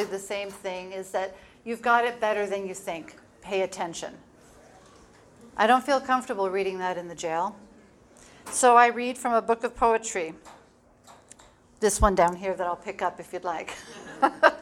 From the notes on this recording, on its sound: The speech I gave at the Chicago Yoga for Recovery fundraiser at the Victoria Garden theater on Saturday night the noises that you’re going to hear in the background are actual bartenders and people having snacks and chatting.